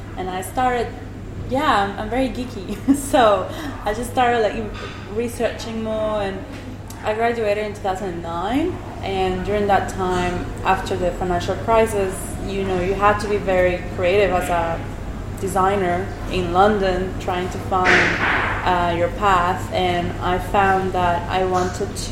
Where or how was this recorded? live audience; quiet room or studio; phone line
live audience